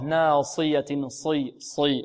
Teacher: النون مرقة والصاد ماذا؟ مفخمة مطبقة